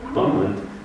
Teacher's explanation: Și iată cum s-a moștenit în română cuvântul pământ din pavimentum. Aici V a căzut de tot.